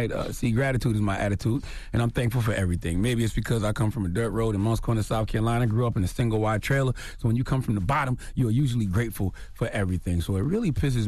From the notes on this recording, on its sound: Today on the show we opened up the phone lines to see if any of our listeners have been scammed.